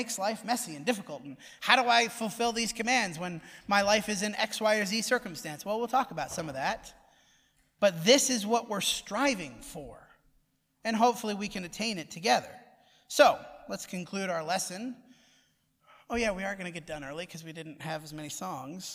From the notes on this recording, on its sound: Preached at the Dewey Church of Christ on May 17, 2020.